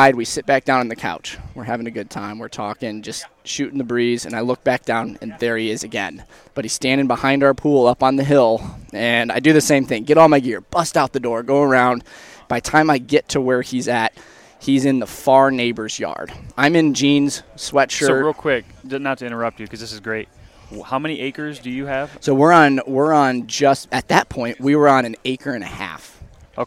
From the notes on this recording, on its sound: Live from the TOTAL ARCHERY CHALLENGE in Crystal Mountain Michigan.